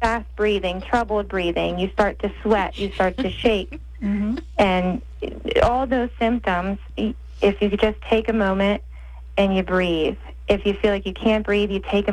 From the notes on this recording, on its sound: WNAV News Director. Has in studio part-time WNAV news anchor. Our guest, via phone.